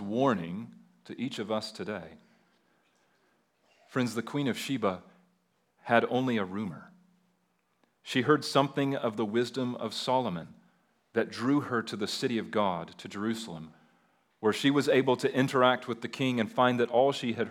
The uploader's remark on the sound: at Liberty Baptist Church in Liberty, Missouri.